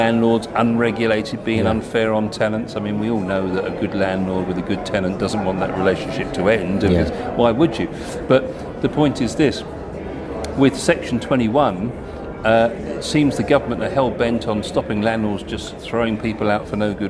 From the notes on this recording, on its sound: talk to a range of property professionals at the Asian Jewish Business Network Conference at the QEII Centre in London